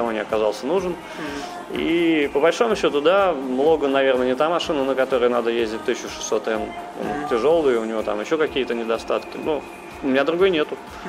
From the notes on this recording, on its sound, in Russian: Этот выпуск я записал в одном из московских кафе